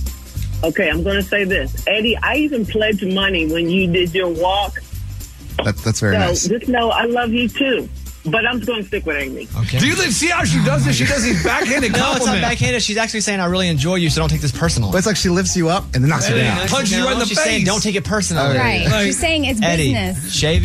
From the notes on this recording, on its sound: with a teacher on the phone to grade him!